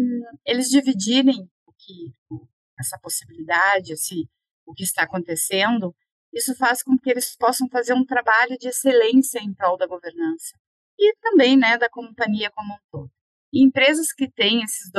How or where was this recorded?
video call